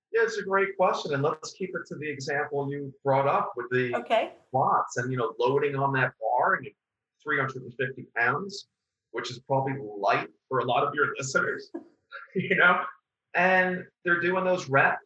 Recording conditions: video call